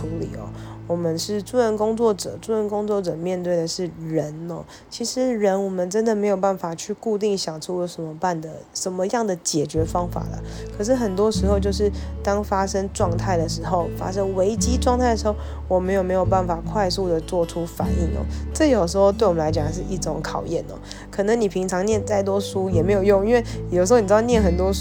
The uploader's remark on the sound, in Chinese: 就直接錄音起來（邊錄邊玩手機線結果都錄進去了，音質請見諒）。